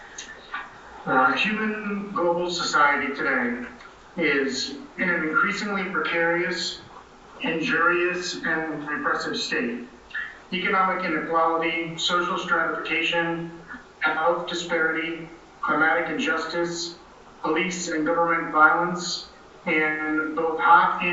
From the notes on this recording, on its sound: session recorded at Socialism 2022